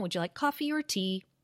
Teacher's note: the intonation is down, would you like coffee or tea? Closed choice.